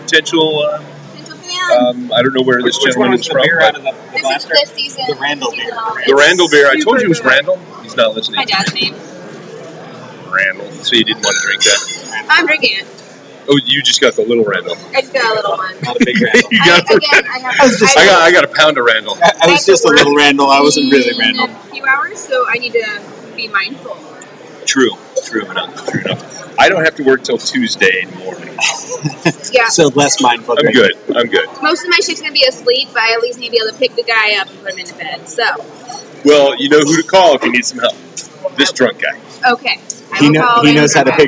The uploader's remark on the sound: This week, we reminisce about the second part of the Bellingham Tap Trail, featuring recordings made during the final few stops.